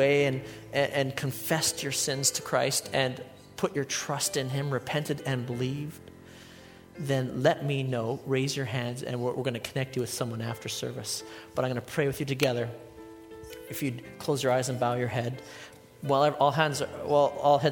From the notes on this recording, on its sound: a sermon I delivered at Life Church